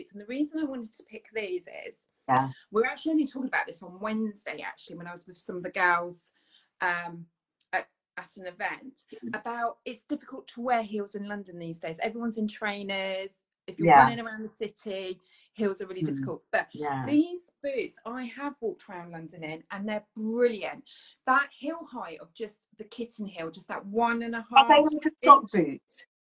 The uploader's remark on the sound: The chat is live so the audio will vary.